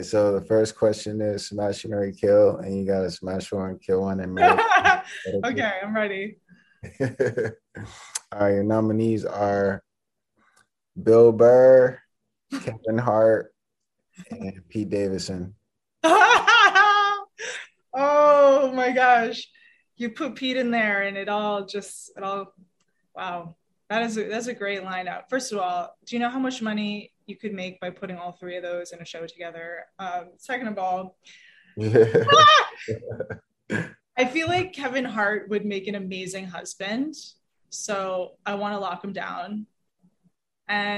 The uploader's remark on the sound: full zoom interview